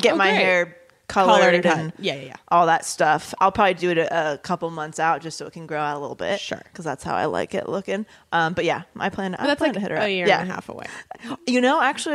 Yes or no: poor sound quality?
no